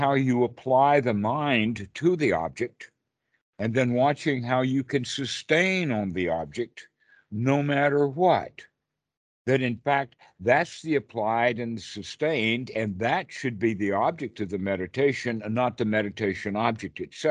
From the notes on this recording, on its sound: Skype calls.